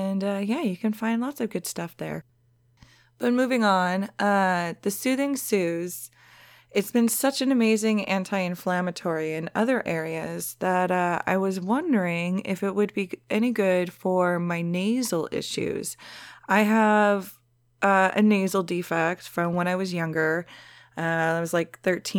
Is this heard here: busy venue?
no